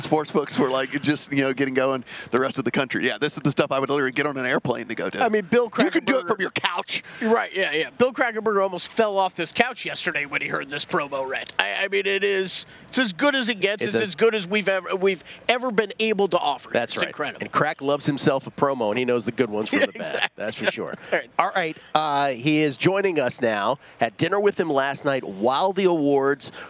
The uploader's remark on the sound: broadcasting live from media row